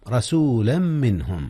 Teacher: أدغم تنوين رسولا في ميم منهم إدغاما بغنة